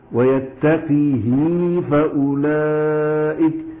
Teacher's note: قرأ ورش بكسر الهاء وصلتها بياء